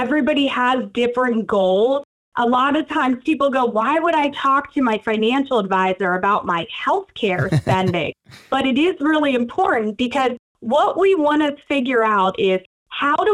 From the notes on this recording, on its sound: was kind enough to jump on the phone to visit with us